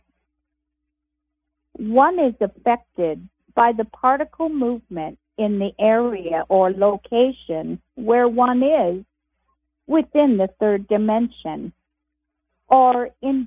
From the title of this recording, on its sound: Conference Call LIVE, August 8, 2022